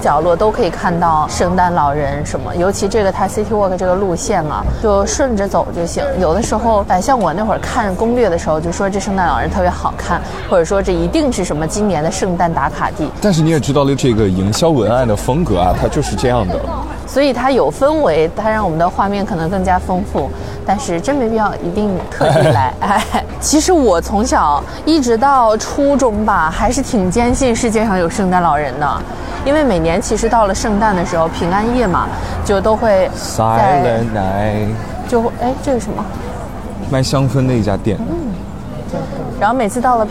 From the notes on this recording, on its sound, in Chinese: 上海漫游记。本期节目用到了边走边聊+录音间复盘的模式。